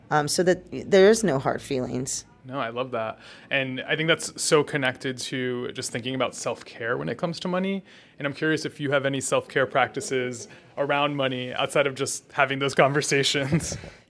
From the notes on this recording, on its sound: Season 2 of Rewriting The Playbook is coming to you live from CHROMA 22 in Philadelphia.